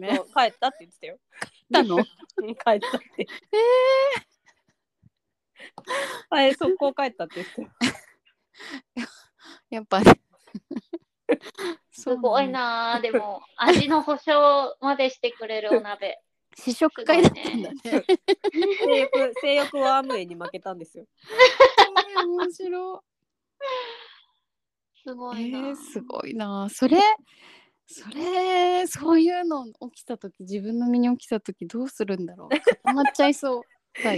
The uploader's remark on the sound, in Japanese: リモート収録につき時々途切れてますが